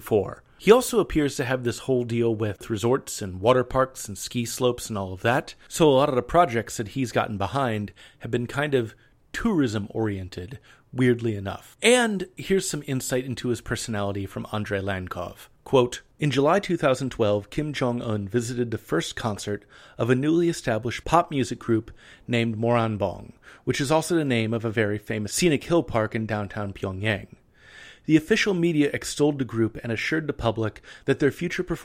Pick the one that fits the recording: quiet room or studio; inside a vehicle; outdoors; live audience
quiet room or studio